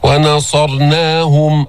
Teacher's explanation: ونصرناهم، بين ضمة الهاء ضمة كاملة، وجيب التفخيم والإطباق في الصاد، والصاد من حروف الصفير